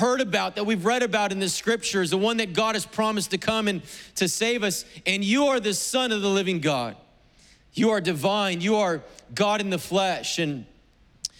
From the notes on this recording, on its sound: was preached on September 5th at the 11:30AM service